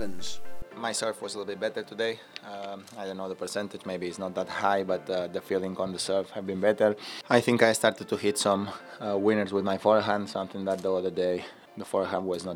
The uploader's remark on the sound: live analysis and insights from the Indian Wells Tennis Garden